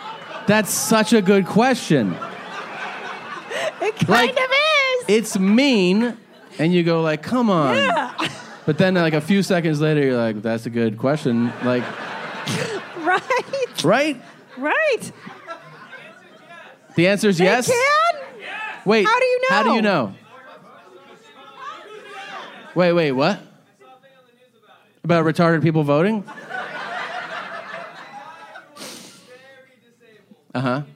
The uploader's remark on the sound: LIVE From West Palm Beacb. This live episode. It was after all recorded in Breast Balls Beach, Florida.